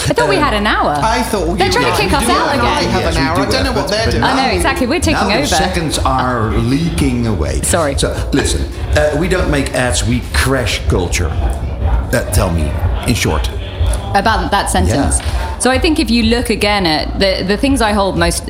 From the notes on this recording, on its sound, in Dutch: New Business Radio live vanuit Cannes. Live verslag van het Cannes Lions International Festival of Creativity 2023.